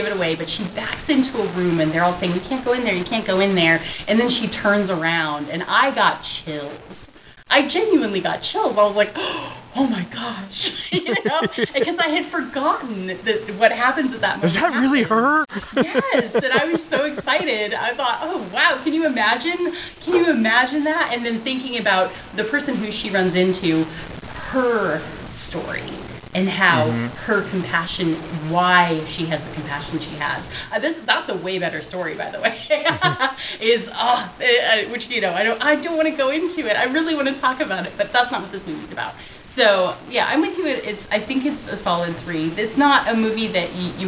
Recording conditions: poor sound quality